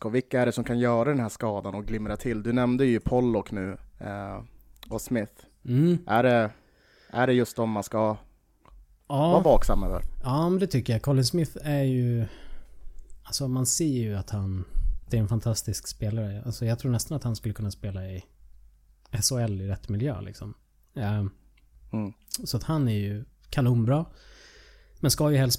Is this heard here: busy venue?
no